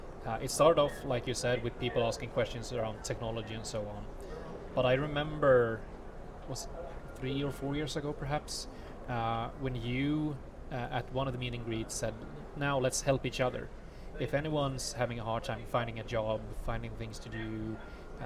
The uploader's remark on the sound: recorded at Microsoft Ignite in Orlando